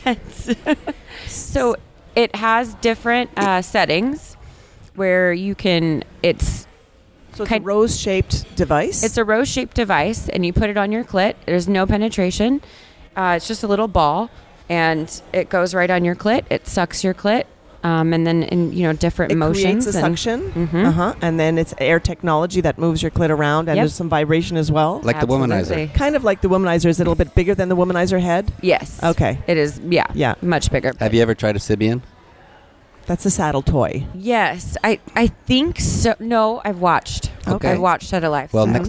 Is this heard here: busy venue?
yes